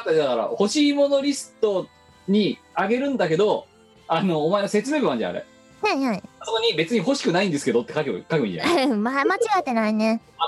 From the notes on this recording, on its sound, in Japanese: 本番組はリモート収録です。収録時環境の影響により、聴き取り辛い部分があります。今週も元気に外出自粛で、リモート収録。